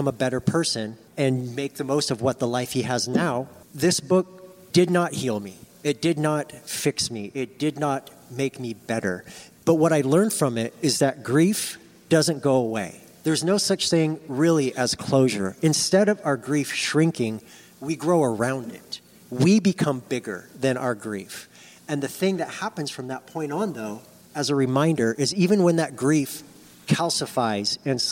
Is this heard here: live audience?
yes